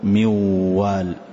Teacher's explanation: أحذف النون تماما وأنطق الواو فقل موال، لكن أضع غنة. وإذا عرفت، وإذا أردت أن تعرف هل الحرف خرج من الغنة أم لا، فأغلق الأنف، فإن استطعت أن تنطق الحرف مع إغلاق الأنف معناه ما نطقت بالغنة، وإن أغلقت الأنف ونطقت وقلت موال ولا استطاع الحرف أن يخرج فأعلم أن الحرف صحيح.